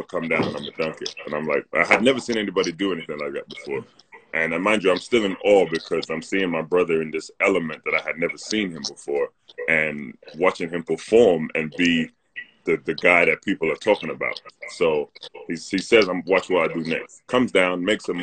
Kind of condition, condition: link, video call